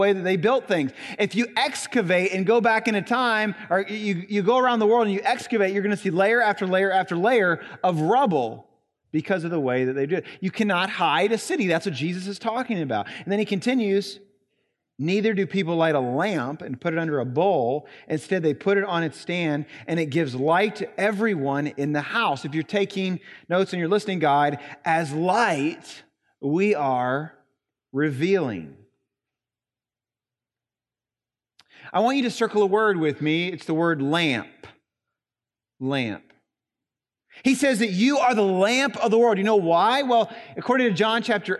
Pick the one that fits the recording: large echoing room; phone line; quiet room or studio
large echoing room